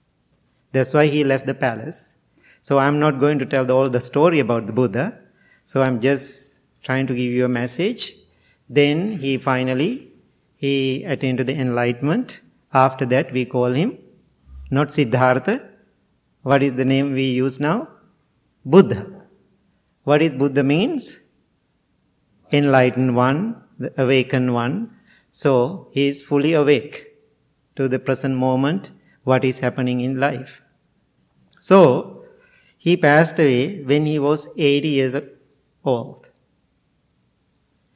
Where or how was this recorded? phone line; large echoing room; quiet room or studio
large echoing room